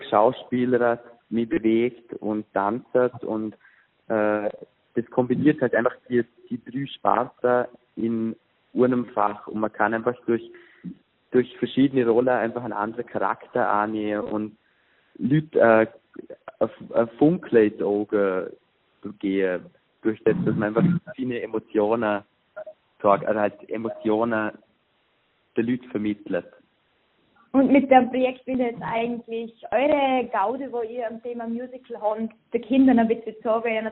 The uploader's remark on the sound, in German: VOL.AT-Telefoninterview.